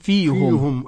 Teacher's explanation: قرأ يعقوب بضم الهاء فيهم